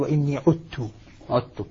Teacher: كل من هؤلاء القراء يدغمون في قول عذت، وإني عذت يقول وإني عدت، تدغم الذال في التاء